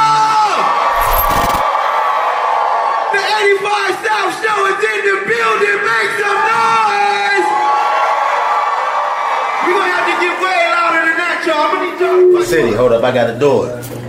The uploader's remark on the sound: In the first of two sold out shows. A beautiful fan from the audience.